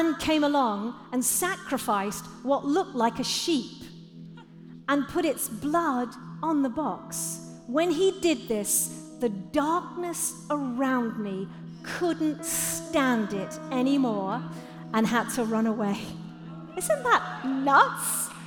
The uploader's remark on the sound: Live at The Orchard Conference 2022